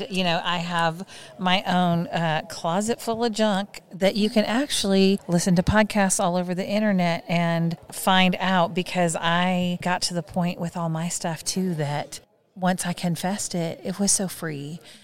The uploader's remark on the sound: at the NRB conference